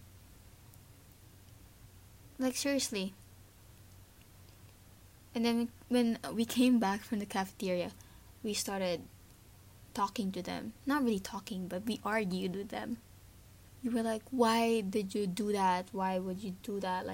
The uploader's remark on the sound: I'm sorry if my voice is not that good and the background noise is heard because I still dont have a good set up.